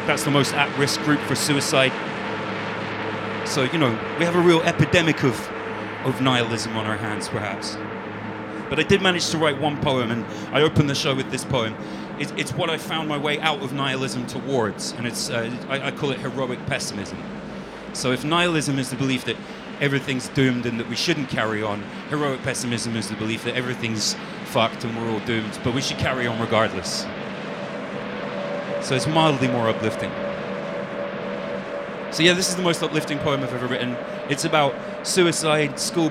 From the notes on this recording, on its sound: We broadcast a special extended 6 hour live event from London's Rye Wax.